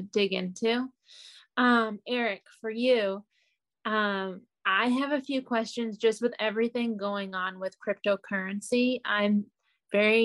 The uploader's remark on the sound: Zoom Call Start